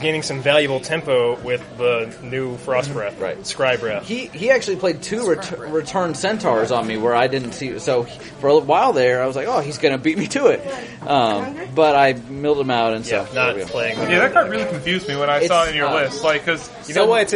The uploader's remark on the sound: BotG Prerelease Field Recordings. Take the digital recorder to the Prerelease and record what’s going on while they’re there.